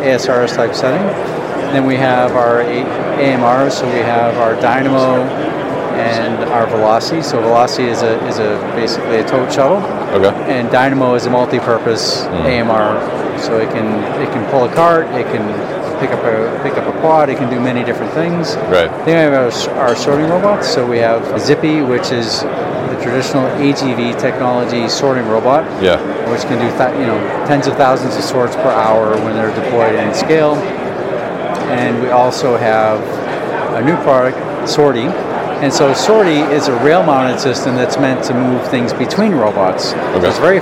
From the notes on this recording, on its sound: Live from Manifest 2023.